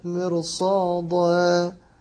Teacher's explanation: الراء مفخمة اللي بعد الميم مر لأن بعدها حرف مفخم والدال مقلقلة بترقيق.